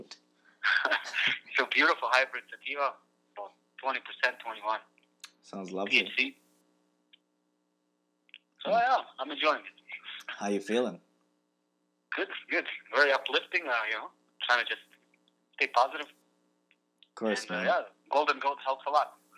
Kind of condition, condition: link, phone line